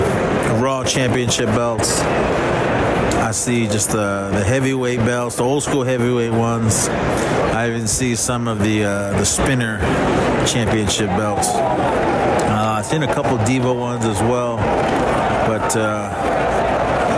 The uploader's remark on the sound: Live for Sin City, Las Vegas Nevada we bring you the TWR/ESP special report transmitting from Allegiant Stadium the new home of the sorry ass Las Vegas Raiders.